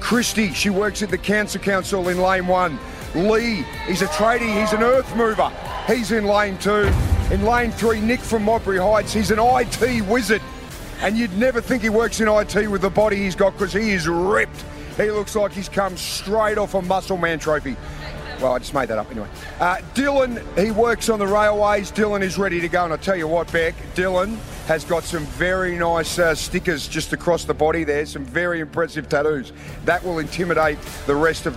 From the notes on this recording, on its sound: LIVE From The Playford Aquadome